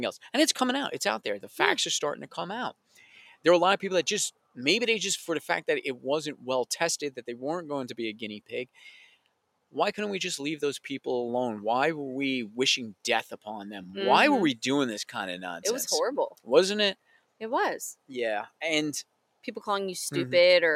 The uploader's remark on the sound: We recorded this episode poolside in our backyard under the stars, so you can also enjoy the sounds of nature and our relaxed vibe.